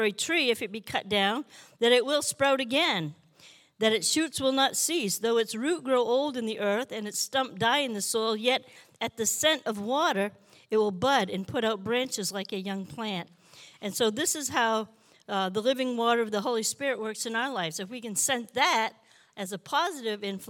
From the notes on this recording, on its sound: This JAT was recorded live on May 22nd, 2022 at Newark United Pentecostal Church.